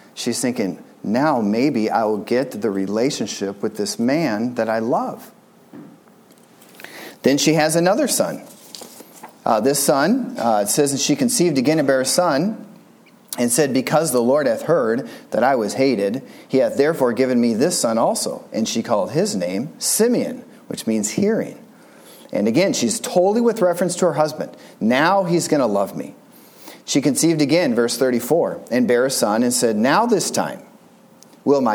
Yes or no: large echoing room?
yes